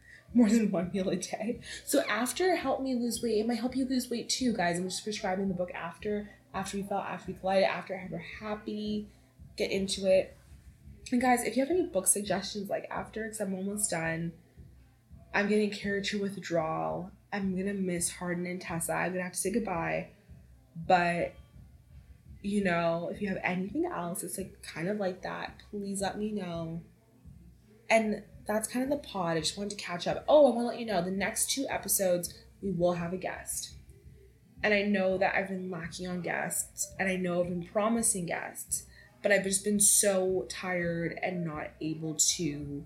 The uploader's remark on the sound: You can totally hear my neighbours music in the background of this episode. Apologies for the background noise in advance!